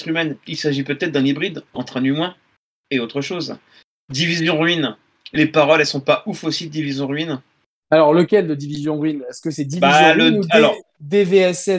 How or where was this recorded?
video call